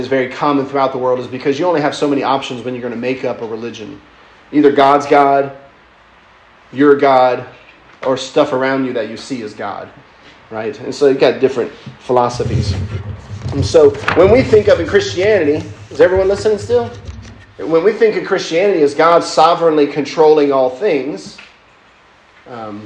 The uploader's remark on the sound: lecture given at Christ Church academy